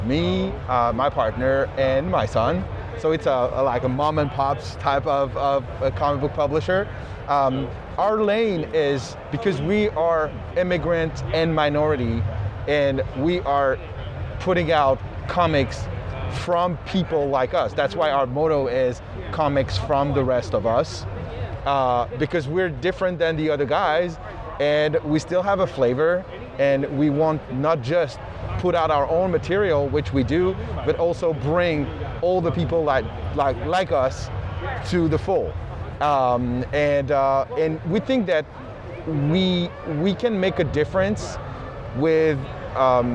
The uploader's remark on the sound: The Comic Bin Goes to Fan Expo New Orleans. Reports on his weekend spent in his hometown of New Orleans, LA attending Fan Expo New Orleans, the first convention of the 2022 con season.